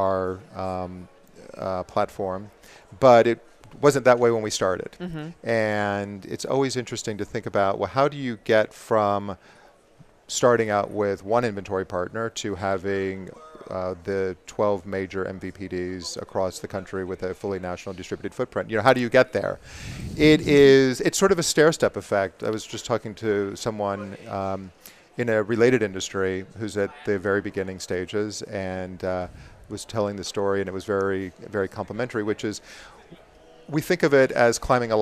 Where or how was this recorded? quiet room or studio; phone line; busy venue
busy venue